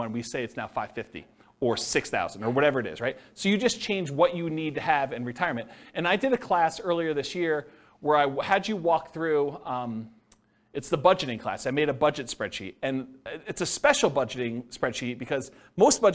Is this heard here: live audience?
yes